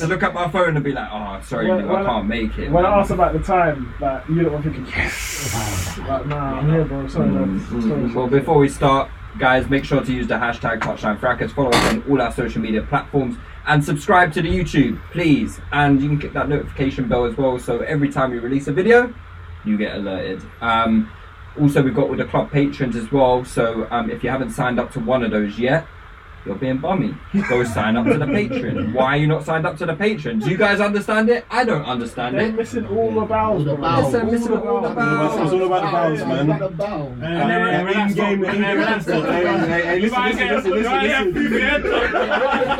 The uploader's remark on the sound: Once again sincerest apologies for the poor quality audio this week.